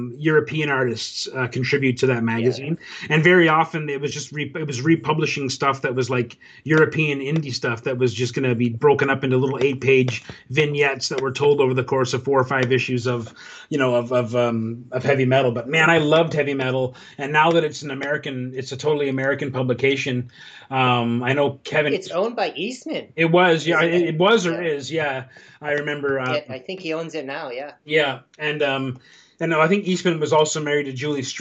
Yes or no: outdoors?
no